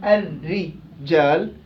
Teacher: الرجال الراء مرققة لأنها مكسورة